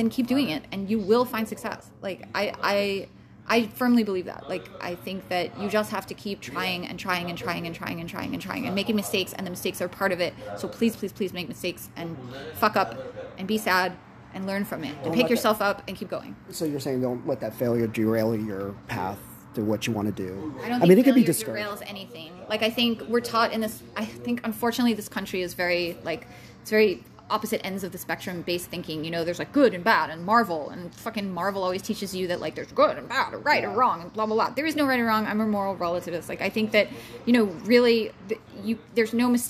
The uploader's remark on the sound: Live from ASCF clubhouse (also known as The Cigar Warehouse).